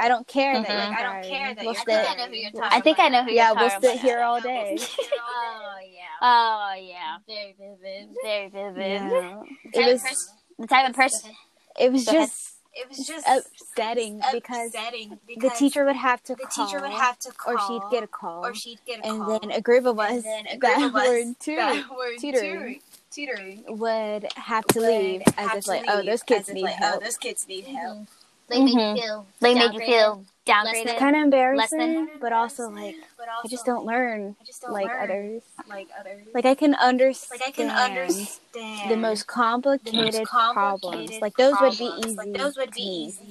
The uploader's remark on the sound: sorry for echoing.